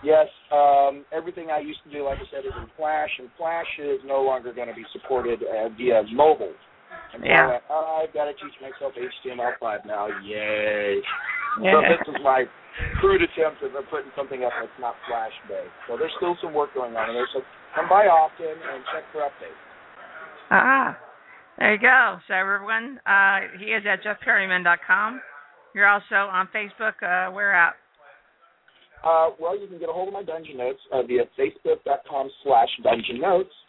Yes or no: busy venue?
yes